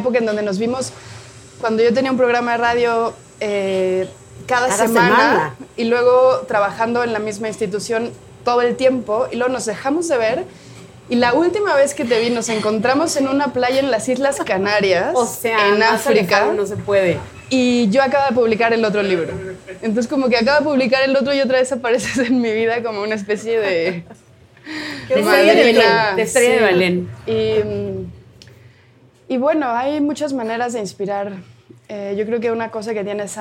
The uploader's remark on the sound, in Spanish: En este capítulo especial grabado desde Clarice Café y Literatura